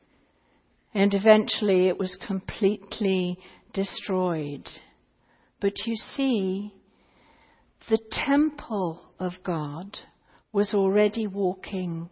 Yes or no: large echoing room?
yes